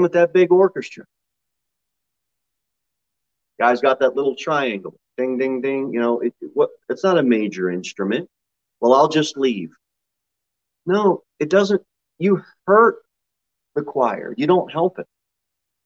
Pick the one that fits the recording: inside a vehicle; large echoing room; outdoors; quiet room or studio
large echoing room